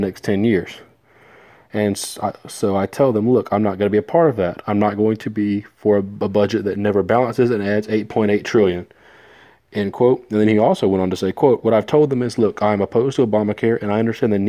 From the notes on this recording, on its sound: Actually made the whole thing on my phone this time.